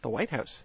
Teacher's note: you stressed the first word, White House.